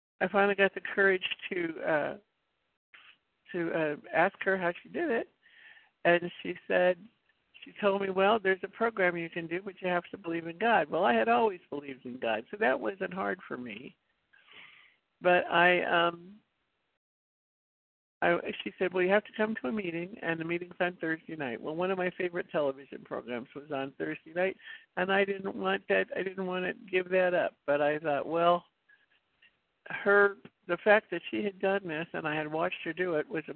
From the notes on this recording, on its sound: the 100 Pounders Phone Meeting